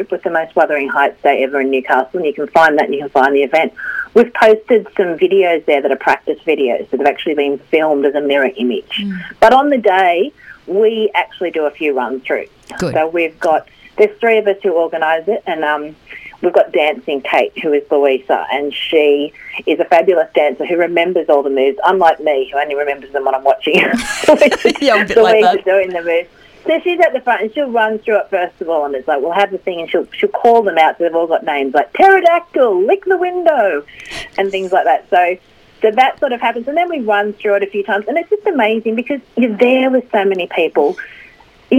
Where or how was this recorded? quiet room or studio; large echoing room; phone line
phone line